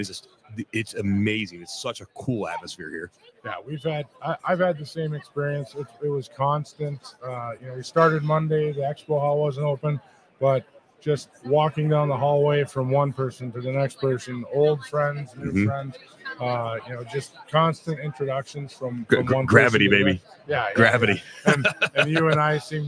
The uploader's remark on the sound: The Driving Forward Podcast broadcasted live at Manifest.